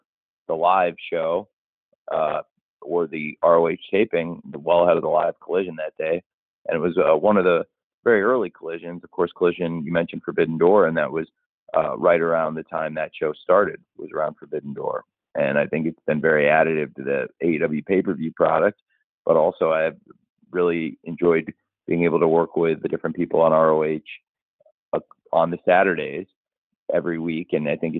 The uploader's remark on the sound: Media Conference Call